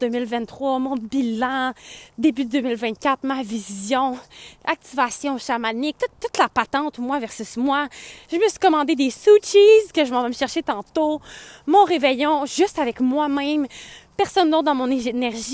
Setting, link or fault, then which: setting, outdoors